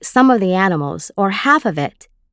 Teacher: the preposition of is unstressed and blends with the words around it. The quantifier before and the noun after of are usually stressed.